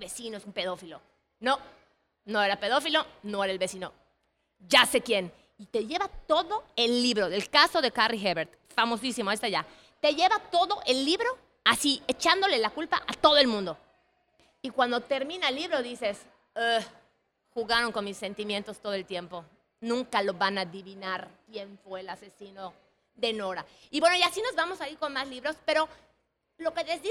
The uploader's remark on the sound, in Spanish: fue en la Feria Internacional del Libro de Yucatán (FILEY) y con una audiencia maravillosa.